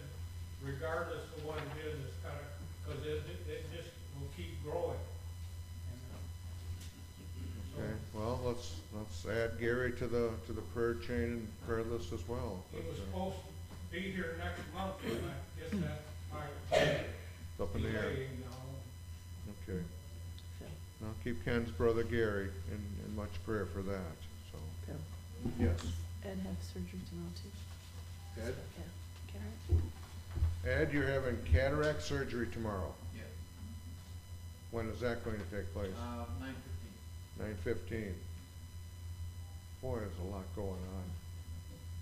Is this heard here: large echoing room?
yes